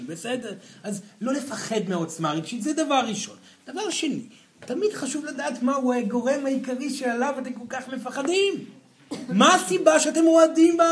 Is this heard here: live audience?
yes